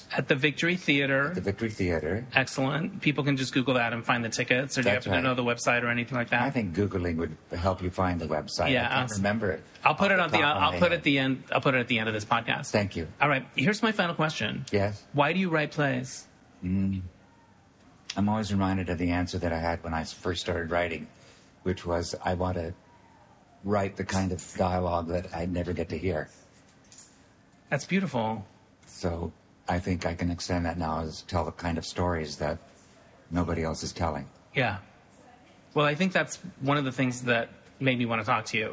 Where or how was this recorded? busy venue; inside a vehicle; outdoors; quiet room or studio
busy venue